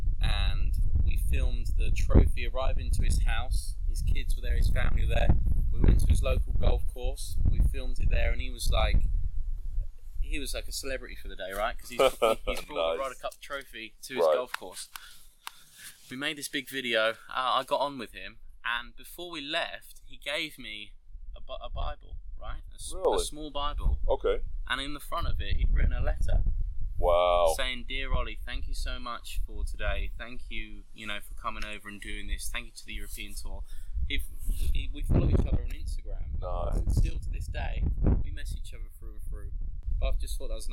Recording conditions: wind noise